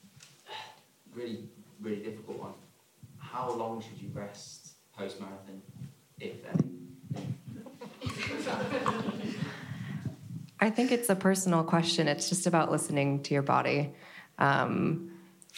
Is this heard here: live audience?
yes